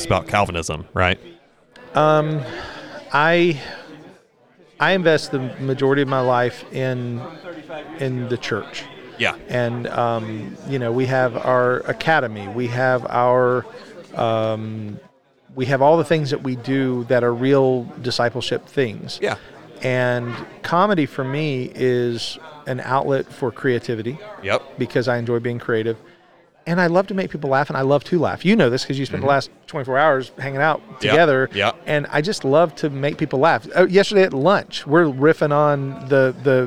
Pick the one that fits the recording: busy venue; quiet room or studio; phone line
busy venue